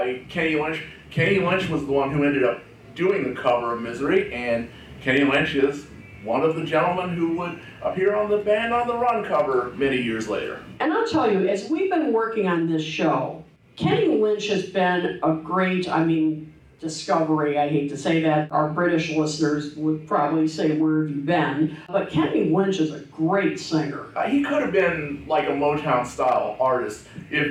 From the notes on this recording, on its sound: Live-ish from the Chicago 2023 Fest for … Fans. Live (on Tape and edited) from the SEATAC room in Chicago, Illinois.